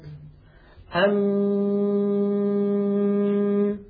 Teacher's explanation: نصف الميم الشفوي في الحقيقة شديد، لكن النصف الخيشومي قابل للمط